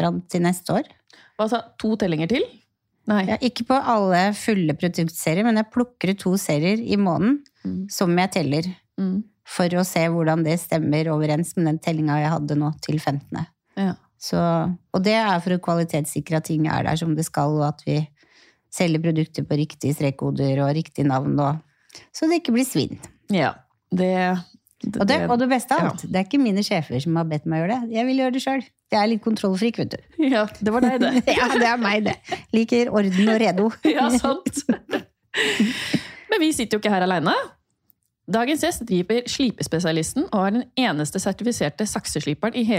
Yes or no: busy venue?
no